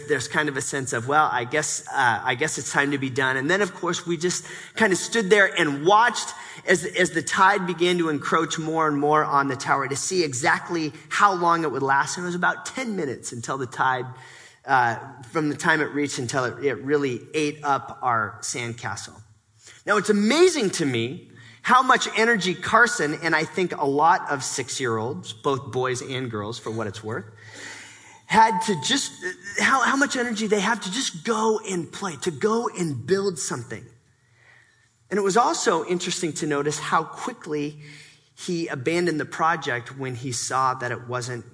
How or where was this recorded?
live audience